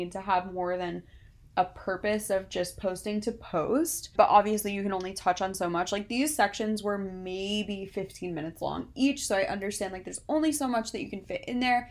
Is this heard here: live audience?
no